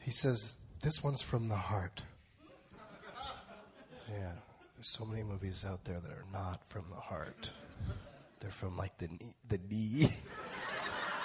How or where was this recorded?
live audience